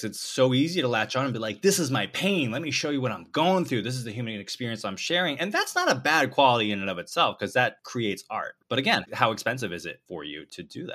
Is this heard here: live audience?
no